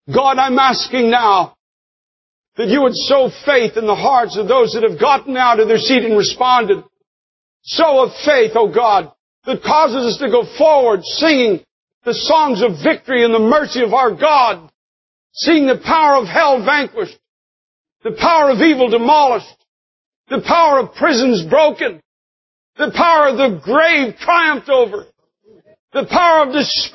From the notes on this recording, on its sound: preached this powerful message in the year 2003 at Times Square Church